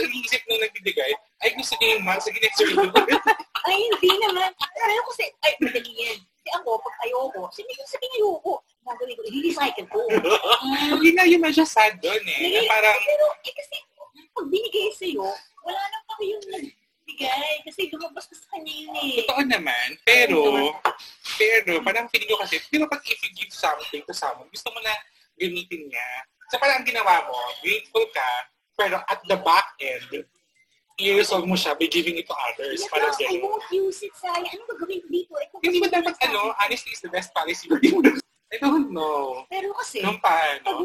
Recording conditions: poor sound quality